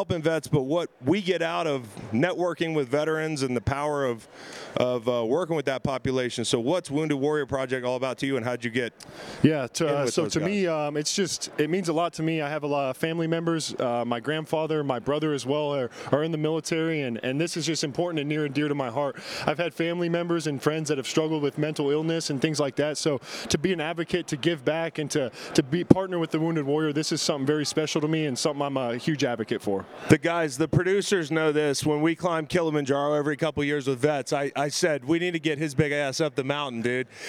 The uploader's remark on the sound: SB LVIII Radio Row in Las Vegas!